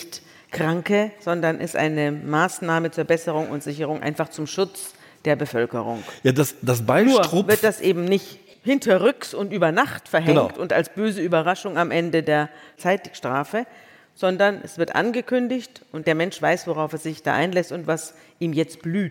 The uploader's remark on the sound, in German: vor Livepublikum im Kölner Theater am Tanzbrunnen